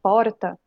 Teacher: existe uma pronúncia TEP desse R